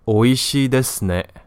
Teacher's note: The ending ne used a falling intonation, so it is used to confirm what the other person said.